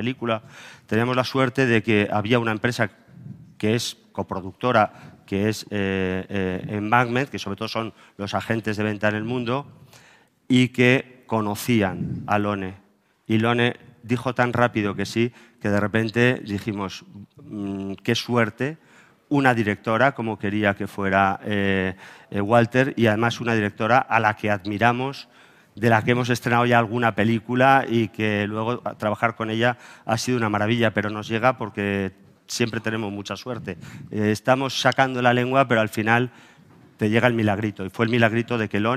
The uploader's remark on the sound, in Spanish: Pilla al equipo del programa en el ecuador de la Seminci de Valladolid. En una grabación en mitad del salón de mesas del restaurante 'Don Bacalao'.